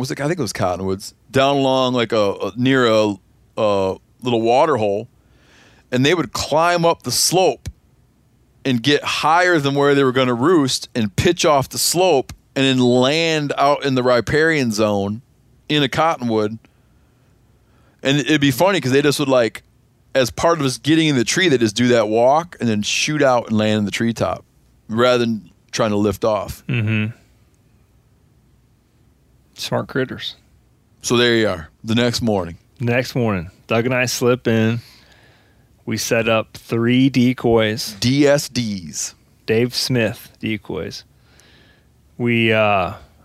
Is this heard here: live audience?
no